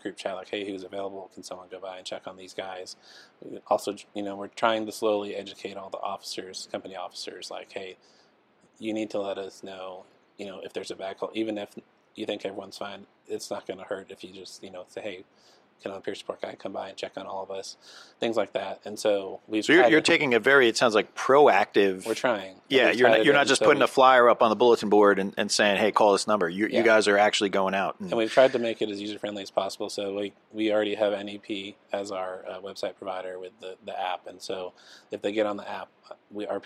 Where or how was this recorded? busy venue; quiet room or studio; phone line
busy venue